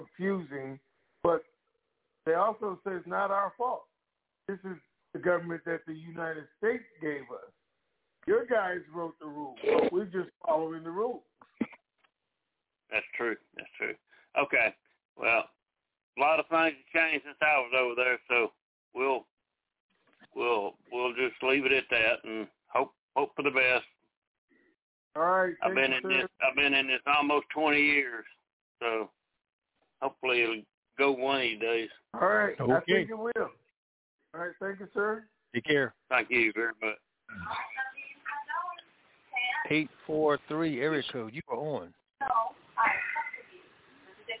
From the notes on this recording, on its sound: TNTSuperfantastic Conference Call